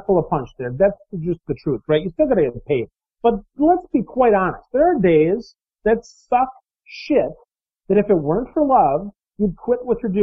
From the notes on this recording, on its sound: I'm going to apologize in advance for the sniffing in the audio. I was a little under the weather when we recorded this episode.